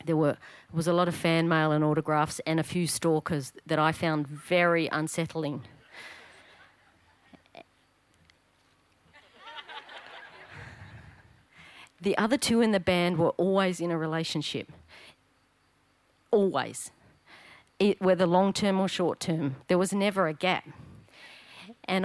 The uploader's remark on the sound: SPUN: True Stories Told in the Territory is a live storytelling event that showcases some of the extraordinary people and stories that make up the Northern Territory. Popping up at different venues across Darwin.